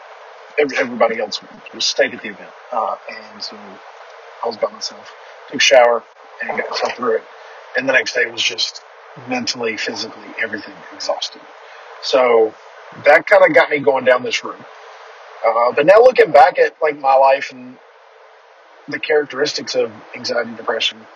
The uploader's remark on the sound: The audio isn't the greatest, but that'll be fixed soon.